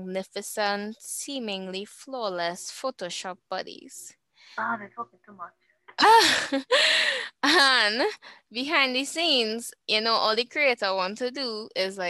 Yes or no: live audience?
no